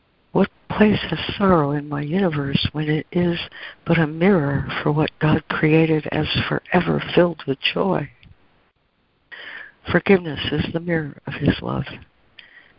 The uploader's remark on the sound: ACIM Daily Conference Call.